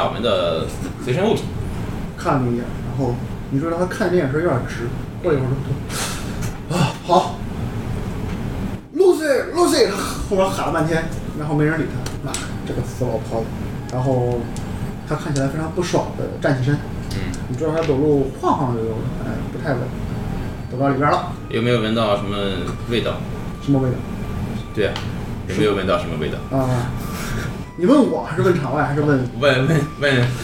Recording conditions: poor sound quality